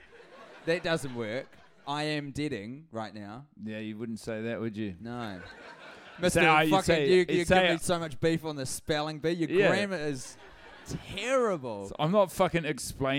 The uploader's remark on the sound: The Melbourne Live Episode. This Melbourne live show, originally taped while deep in the trenches of Fast 8.